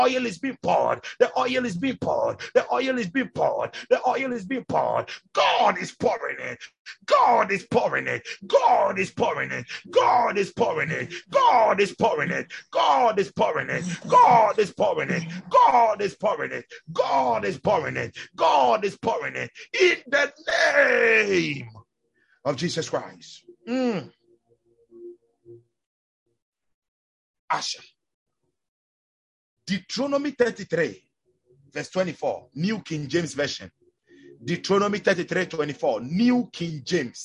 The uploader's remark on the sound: Zoom meeting